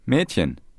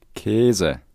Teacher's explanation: The A with umlaut Ä can be pronounced short as in Mädchen, which means girl, or long as in Käse, which means cheese.